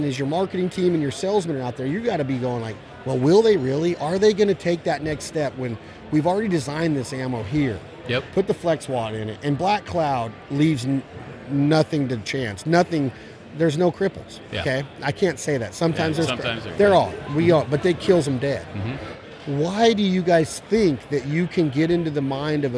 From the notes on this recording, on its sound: at the NWTF convention in Nashville, TN